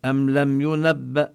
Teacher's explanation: فهذا علامة على الإظهار، يعني من دون أن نظهر غنة زائدة، لأن الميم والنون في حال الإظهار لا نلفظ معهما غنة زائدة